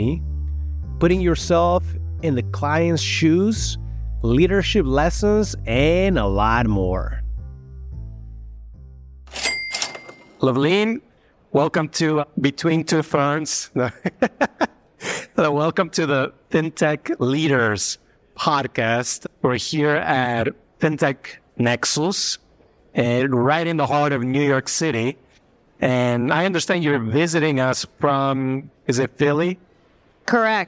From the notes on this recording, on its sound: Fintech Nexus New York for a live conversation. In this episode, I head to Fintech Nexus New York for a live conversation.